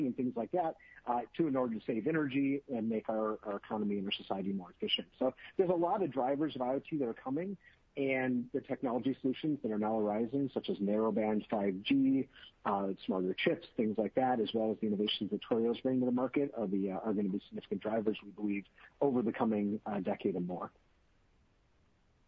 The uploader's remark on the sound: Earnings Conference Call